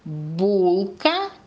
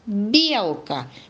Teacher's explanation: в слове булка Б твердая. Почему? Потому что после нее идет гласная У, а белка мягкая, потому что после нее стоит Е.